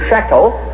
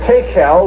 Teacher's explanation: So you actually have a mina of 50 shekels and another mina of 50 shekels, and then you have a half a mina, which is peres, and you have a tekel, which is the Aramaic form of the Hebrew shekel. The SH or shin has become a T sound.